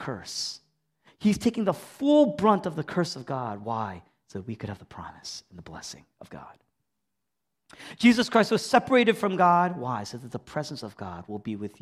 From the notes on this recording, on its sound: Originally preached in East Falls, Philadelphia on May 7, 2023. Was originally preached in East Falls, Philadelphia.